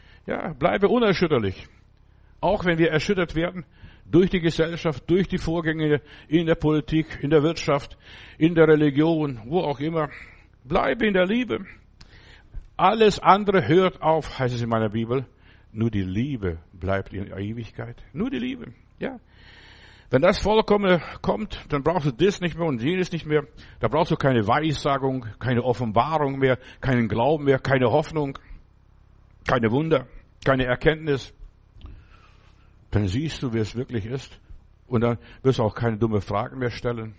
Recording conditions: large echoing room